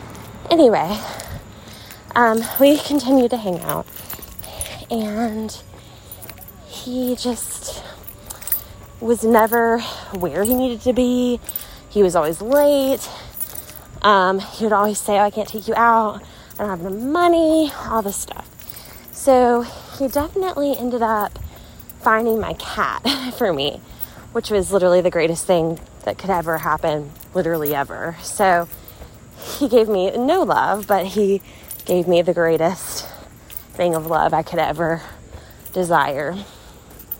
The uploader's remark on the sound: walking with you around her neighborhood so you hear her breathing heavily